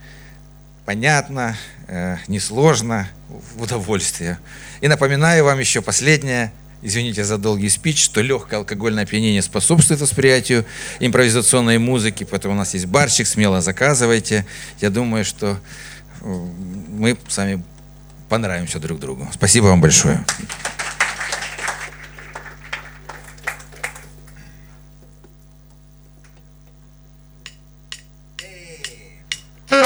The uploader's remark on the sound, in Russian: на сцене 32JazzClub